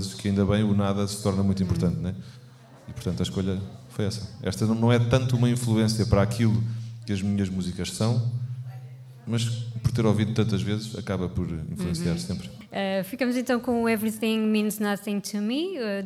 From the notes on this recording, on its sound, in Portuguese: episódio ao vivo